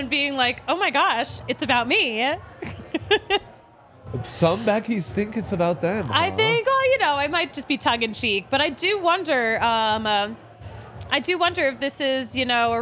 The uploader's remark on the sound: coming to you LIVE from the DNVR Bar